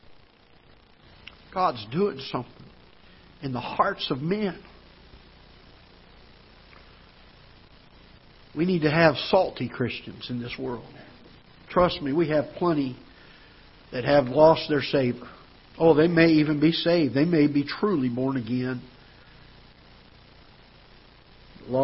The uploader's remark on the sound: Ketha Heights Baptist Church ~ Live Broadcast